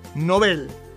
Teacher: el apellido Nobel tiene pronunciación aguda